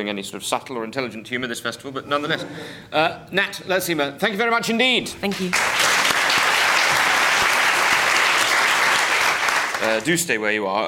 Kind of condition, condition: setting, live audience